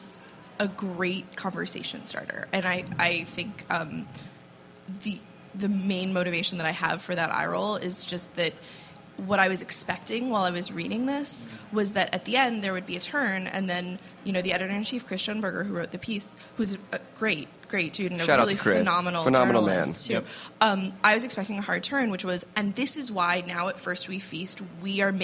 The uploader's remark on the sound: We bring you another panel from the South By Southwest festival: "Modern Food Reporting."